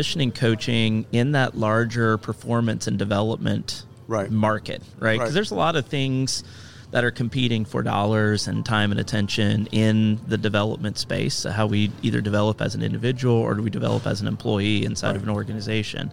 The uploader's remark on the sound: Live from SHRM 2022